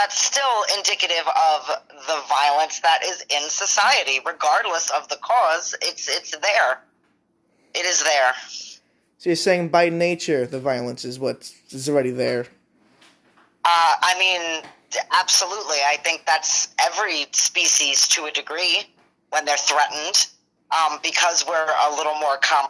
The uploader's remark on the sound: special call in from my mother